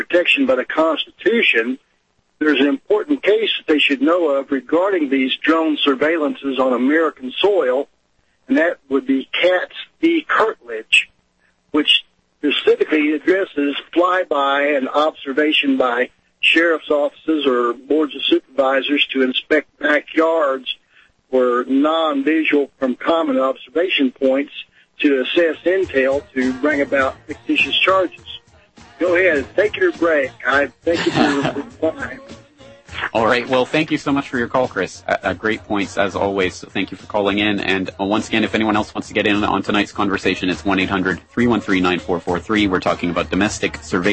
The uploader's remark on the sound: It's headlines and open phones tonight as we crack open the files on domestic spying.